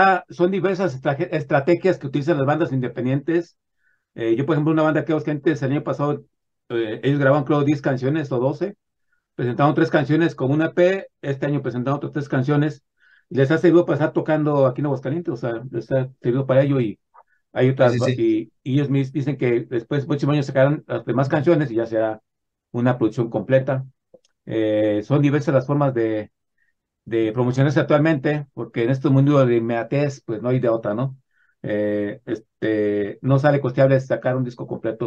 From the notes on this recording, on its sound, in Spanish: Charlamos vías zoom